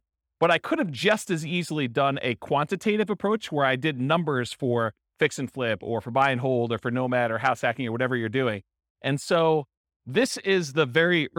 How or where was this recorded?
live audience